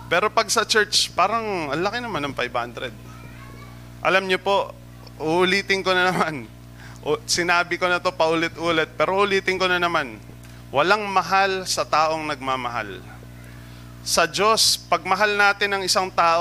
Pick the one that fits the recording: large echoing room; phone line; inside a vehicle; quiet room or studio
large echoing room